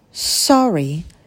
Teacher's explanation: У нас язык стремится наверх, тело языка идет наверх, поэтому звук немного шепелявый.